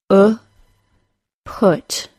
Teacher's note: The back of the tongue is raised to a mid-high position. The jaw is slightly closed, and the lips are made into a loose circle. The sides of the tongue may touch the top teeth toward the back of the mouth. · Term: other U sound